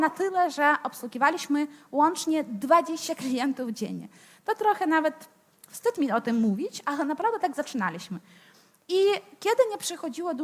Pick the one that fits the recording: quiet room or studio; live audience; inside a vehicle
live audience